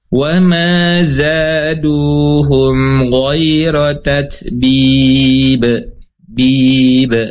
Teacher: Dengan huruf ba, jim, dan dal ya, pantulannya tipis karena huruf-huruf tipis sifatnya ya, huruf-huruf istifal ya.